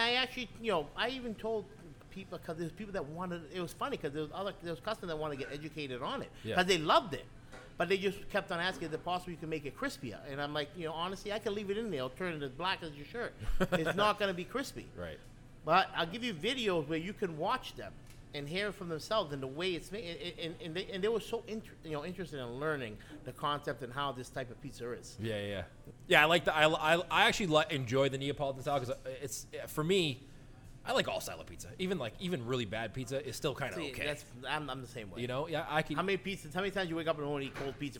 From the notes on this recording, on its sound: Live From Wood & Fire.